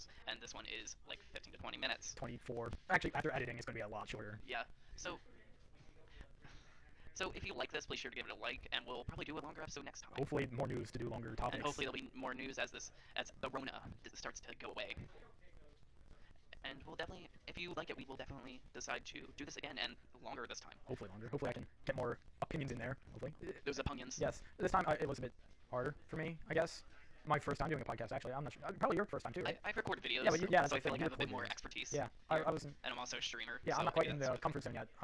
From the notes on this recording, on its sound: Apologies for any audio discrepancies